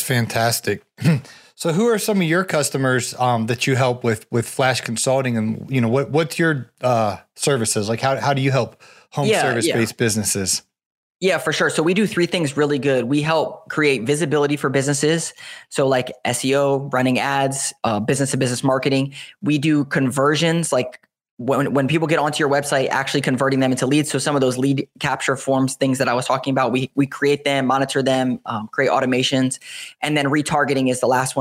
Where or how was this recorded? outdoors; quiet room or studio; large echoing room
quiet room or studio